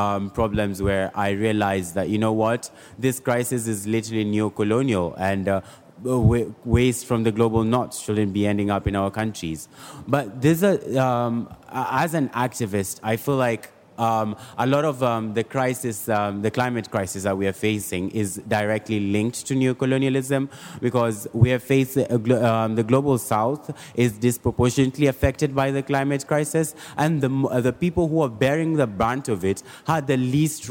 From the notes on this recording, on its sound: hosted a panel live at COP27